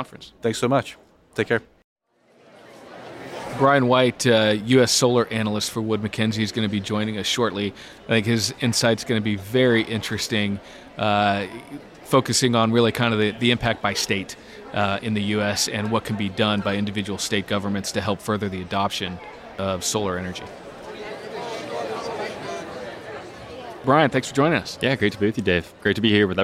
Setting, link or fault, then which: setting, busy venue